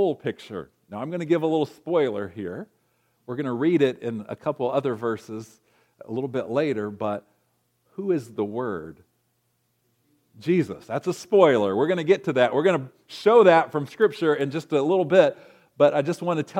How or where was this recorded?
large echoing room